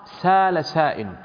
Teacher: هناك قراءة سبعية لهذه الآية، وهي أنها تقرأ سال سائل بتخفيف ماذا؟ الهمزة، بتخفيف الهمزة. · Term: الهمزة المخففة